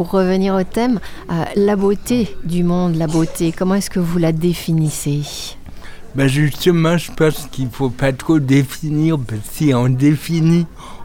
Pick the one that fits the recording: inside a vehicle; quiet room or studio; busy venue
busy venue